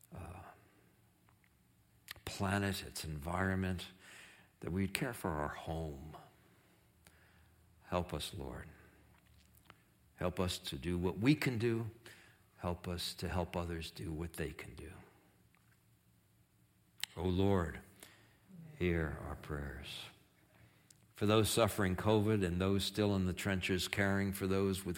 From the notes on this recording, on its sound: Streamed live from our campus in Westlake Village, CA